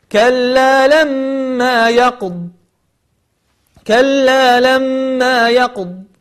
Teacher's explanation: وتحاول أن تبين صفة الاستطالة في حرف الضاد